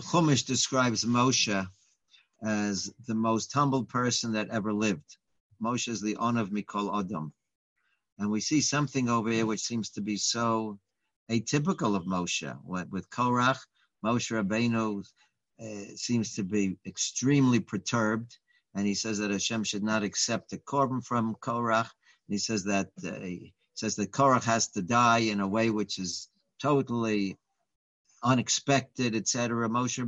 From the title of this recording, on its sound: Live On Zoom